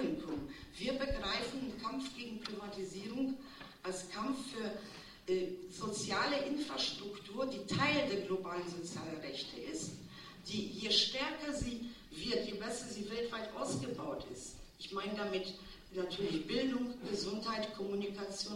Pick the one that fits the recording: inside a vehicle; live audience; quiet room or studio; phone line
live audience